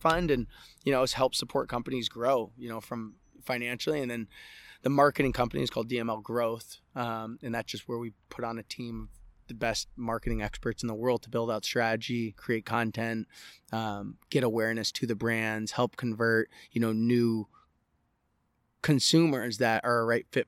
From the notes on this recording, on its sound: Sweet Honey Farm, in the horse coral